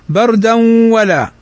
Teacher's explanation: نون ساكنة بعدها واو، والواو من حروف الإدغام بغنة